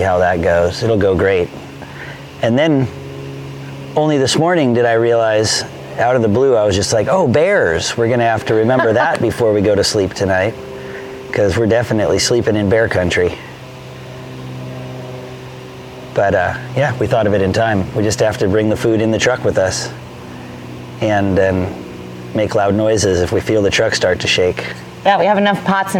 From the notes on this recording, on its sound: Recorded poolside in Sacramento on our third day of travel.